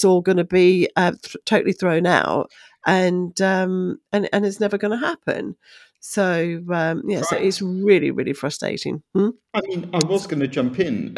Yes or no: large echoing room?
no